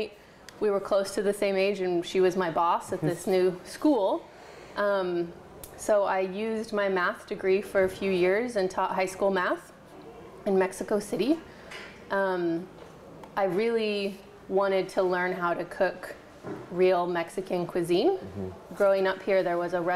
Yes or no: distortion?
no